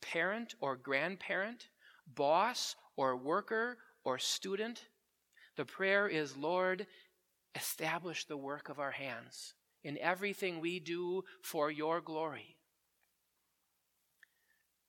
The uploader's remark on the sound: Preached at Grace Ev. Lutheran Church.